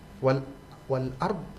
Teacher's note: Dan dipastikan menyebut huruf dhad itu ada di baca dengan tebal